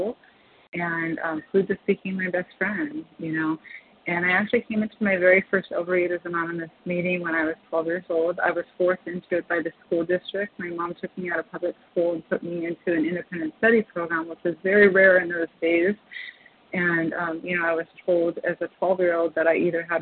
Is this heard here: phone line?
yes